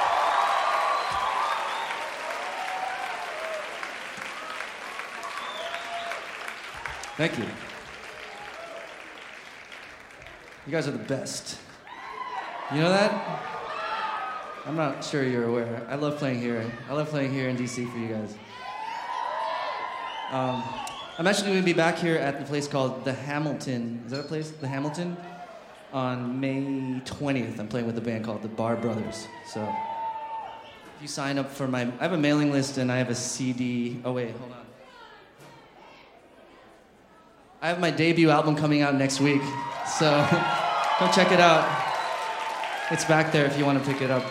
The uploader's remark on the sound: live in concert at the 9:30 Club in Washington D